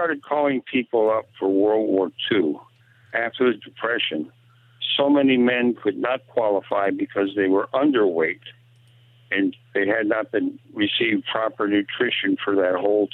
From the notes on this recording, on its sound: your calls in open phones across America